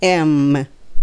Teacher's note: むっていうふうに最後の am の時に唇の中に入れちゃってむってなります